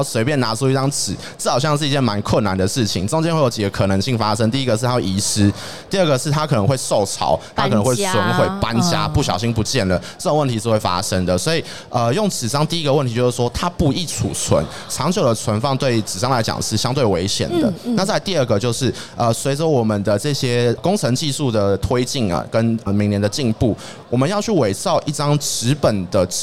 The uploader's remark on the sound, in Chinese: 2022 Taipei Cycle台北國際自行車展-Live Podcast